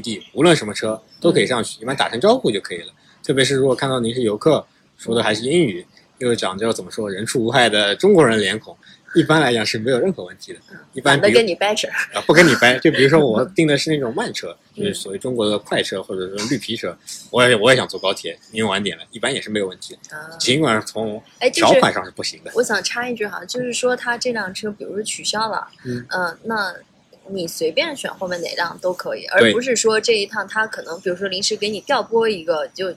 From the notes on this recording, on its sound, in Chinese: 本期录制场地所限，背景有些杂音，见谅。